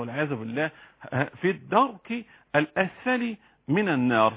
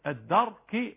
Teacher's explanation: يبقى الراء ساكنة يبقى فيها تخفيف